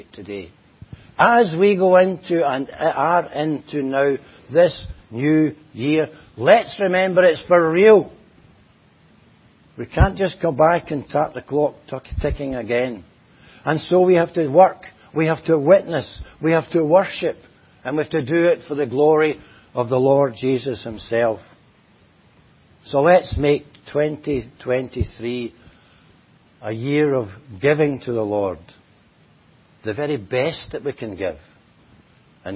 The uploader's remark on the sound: At Enniscorthy Christian Fellowship, Enniscorthy, County Wexford, Ireland on 1st January 2023. Audio recording of the Sunday morning Bible Teaching. At Enniscorthy Christian Fellowship, Enniscorthy, County Wexford, Ireland on 1st January 2023.